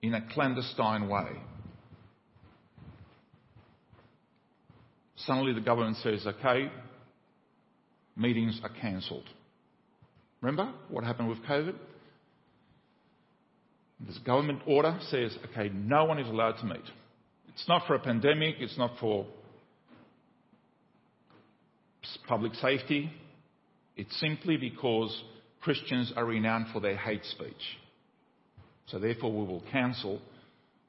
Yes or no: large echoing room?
yes